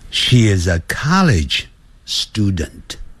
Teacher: 注意到我念 she is 是念连音的，我不会念成 sheis，因为那样子不是正常的英文的这种说法。所以呢，现在跟我在一起朗读：Mary is my sister.